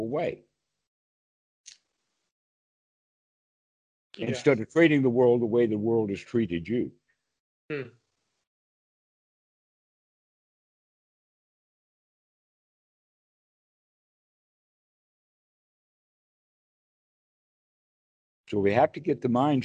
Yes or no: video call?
yes